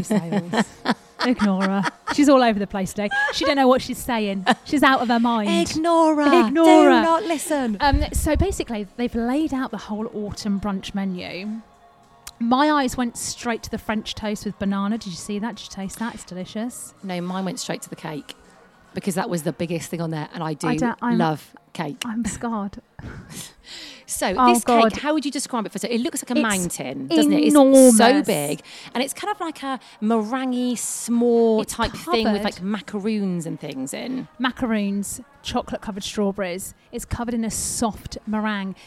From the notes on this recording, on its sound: On this bonus episode we are live from Brocco on the park!